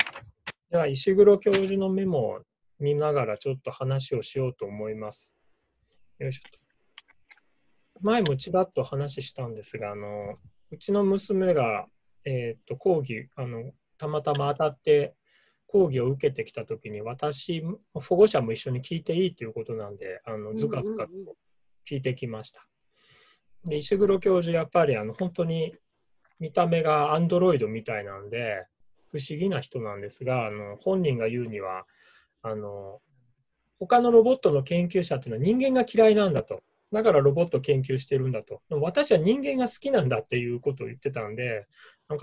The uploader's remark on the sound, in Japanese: ミーティングZOOM会議